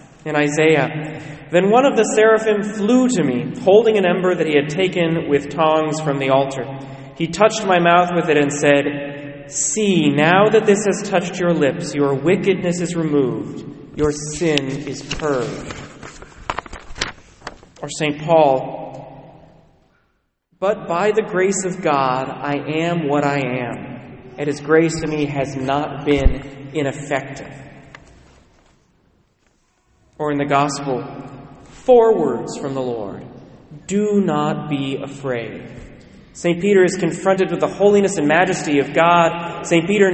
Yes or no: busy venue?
no